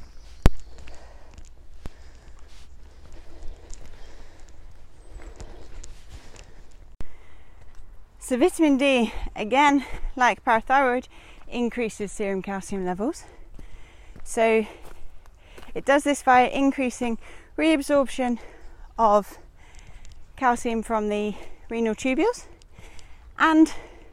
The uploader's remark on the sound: Recorded whilst out on a walk. Hope you enjoy the birds!